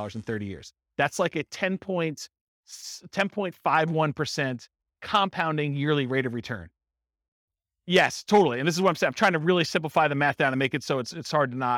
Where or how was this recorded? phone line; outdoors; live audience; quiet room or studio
live audience